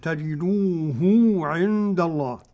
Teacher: قرأ ابن كثير بصلة الهاء بمقدار حركتين، تجدوه عند الله، يصل الهاء بواو.